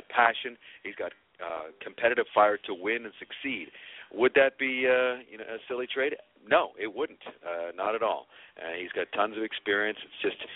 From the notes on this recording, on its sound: we take your phone calls